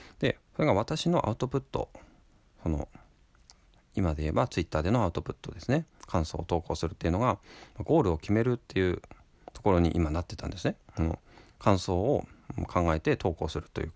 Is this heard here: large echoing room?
no